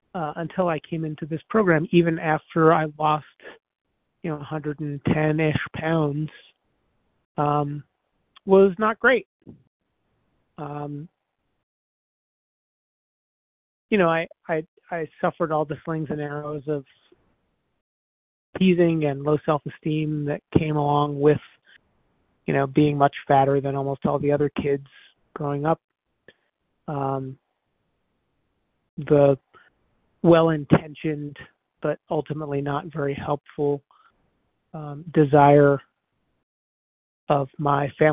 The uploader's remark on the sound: 100 Pounders Phone Meeting